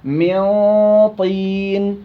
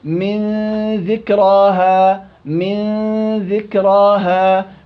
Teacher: مبينة مع الطاء مفخم الغنة ميطين، وفي الذال مرققة.